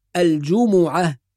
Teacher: ولكن هي الجمعة بضم الميم، الجمعة هكذا ننطق اسم السورة